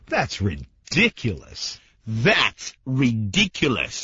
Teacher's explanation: when you say ridiculous, you've got to really stress the second syllable